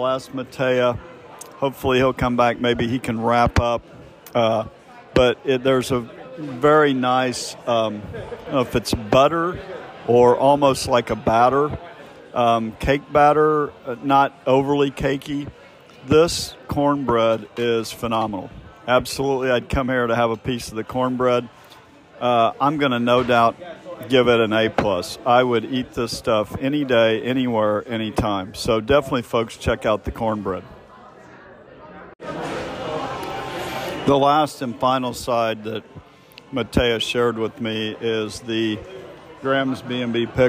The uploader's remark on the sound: An evening of dining at The Smoke Shop BBQ in Boston. Reviewed live in the raw as normal.